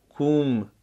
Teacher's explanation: برای تلفظ ضم در زبان عربی چیزی بین او و اوی کشیده است